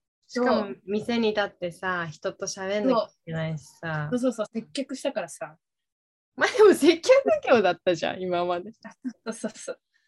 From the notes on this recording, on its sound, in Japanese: 東京と富山でzoomにて収録。